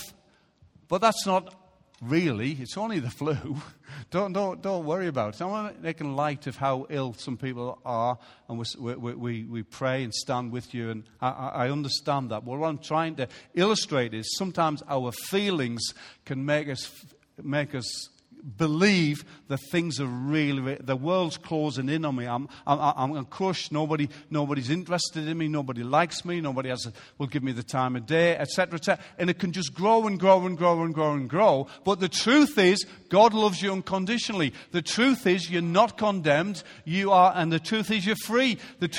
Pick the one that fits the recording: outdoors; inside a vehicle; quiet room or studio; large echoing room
large echoing room